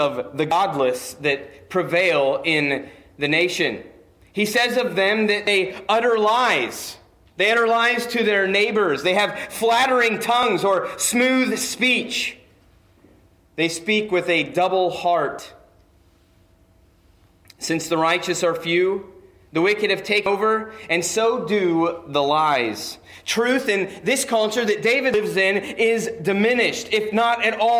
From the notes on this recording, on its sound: Preached on 12-15-19 at Christian Fellowship Church